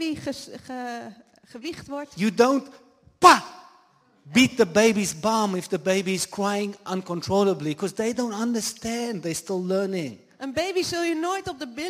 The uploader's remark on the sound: Live Sunday morning service at Jesus Revival Church in The Netherlands. English with Dutch translation.